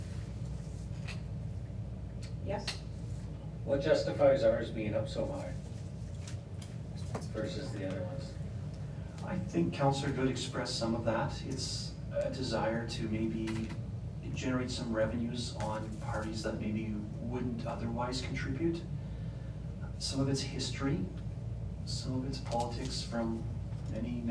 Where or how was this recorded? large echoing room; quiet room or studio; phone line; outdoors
large echoing room